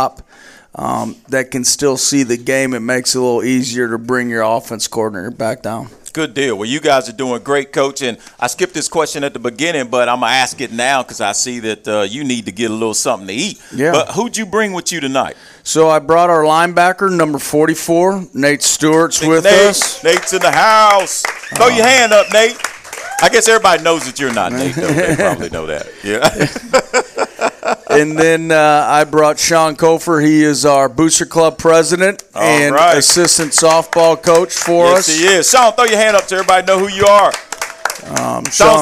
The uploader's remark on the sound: Live from Monte De Rey Mexican Restaurant.